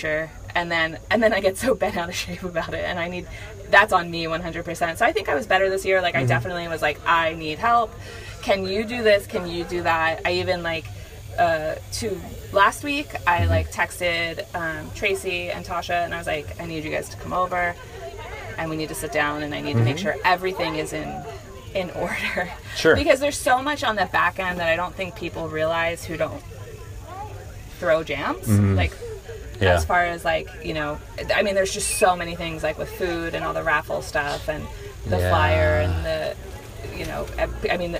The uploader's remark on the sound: the podcast recorded at Catty Woods in Catasauqua, PA